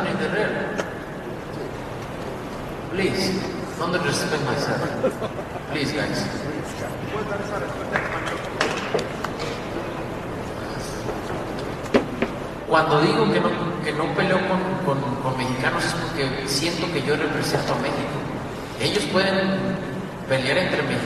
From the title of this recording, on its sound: Post Fight Press Conference